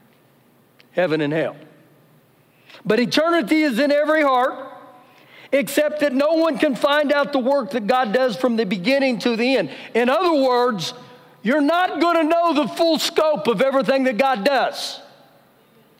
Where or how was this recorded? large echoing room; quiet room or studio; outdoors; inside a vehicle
large echoing room